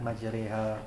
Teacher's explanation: Alif mumalah antara alif dengan ya.